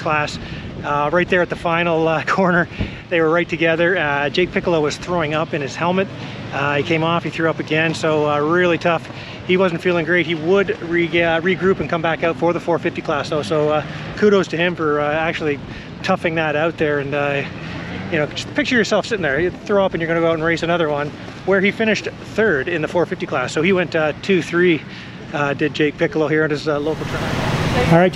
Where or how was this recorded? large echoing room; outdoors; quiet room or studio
outdoors